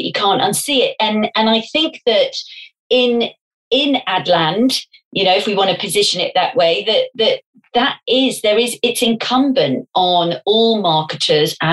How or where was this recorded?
video call